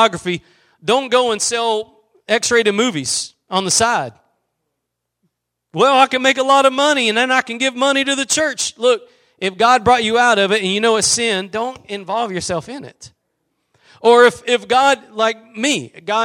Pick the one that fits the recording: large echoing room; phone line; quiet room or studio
large echoing room